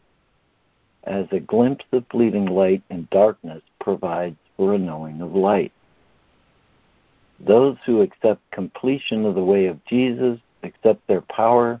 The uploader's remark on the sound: ACIM Daily Conference Call